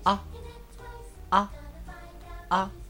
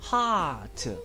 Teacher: 我们要轻轻地张开嘴，然后呢，就像我们说汉语那个啊一样，但是呢，要短一点，急促一点 · Shown in: first take